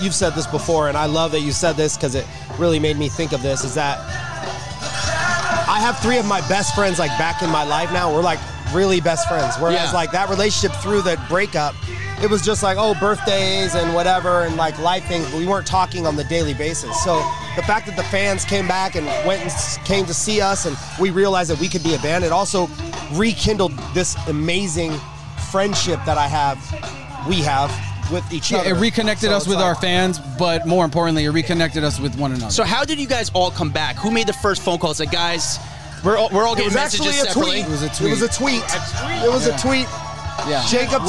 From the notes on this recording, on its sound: Stop by the 'Hollywood Raw' tent at Iowa's Sweetstock music festival.